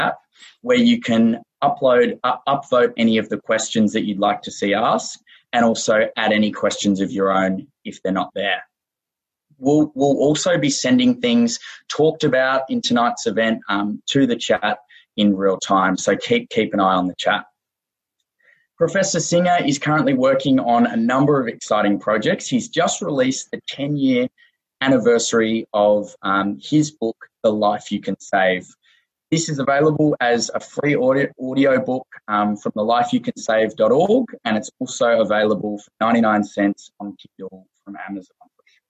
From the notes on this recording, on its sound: This is a recording of a video-chat Q&amp;A session. This is a recording of a video-chat Q&A session. Hosted by the Effective Altruism University of Melbourne club.